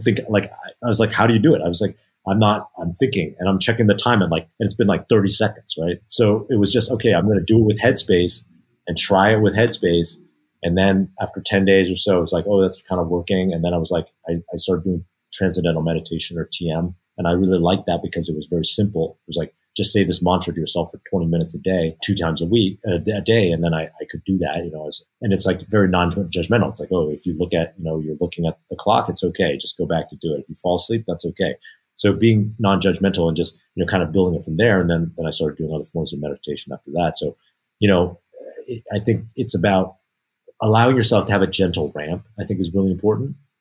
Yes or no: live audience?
no